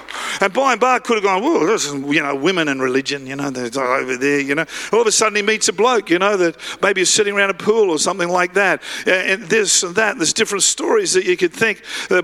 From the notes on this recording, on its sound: live at Freshwater Church